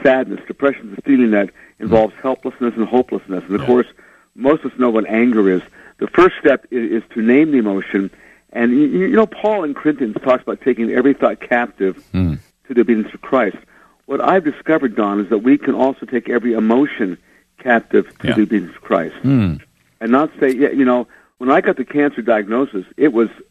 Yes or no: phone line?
yes